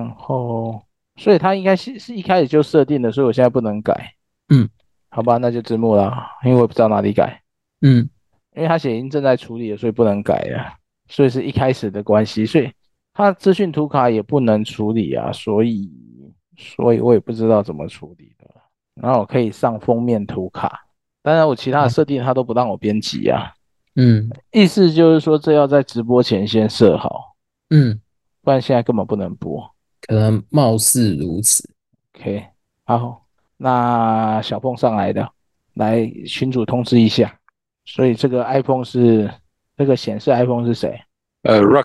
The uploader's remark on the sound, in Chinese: ClubHouse線上讀書會的錄音已經上線。